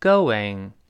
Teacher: new carstomorrow.”他说，“打算呢，明天去看看新汽车。”打算买车了，啊。“I am going to look at new carstomorrow.”这是慢慢来读，啊。I am 这个不说了，那这个 going 老师说过不要读勾引，因为 go 后面有一个元音 o，因为是 o 后面有一个 o， o 跟别的元音连读要加一个半元音 wo